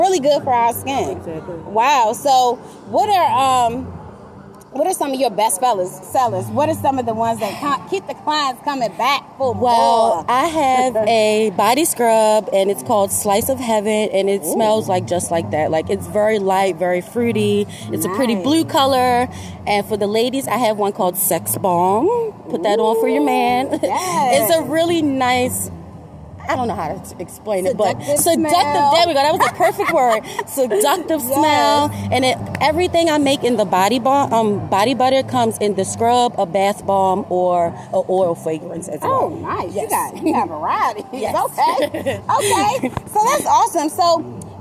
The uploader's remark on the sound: We are live at 365 IN HIS HANDS Vending Event highlighting local businesses right here in the DMV!